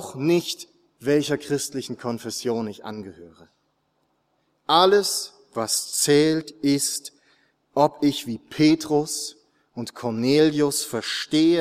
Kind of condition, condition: setting, large echoing room